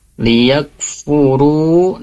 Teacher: Liyakfuru, di sini ada mad tabi'i, jangan sampai pendek, tapi harus dibaca dua harokat.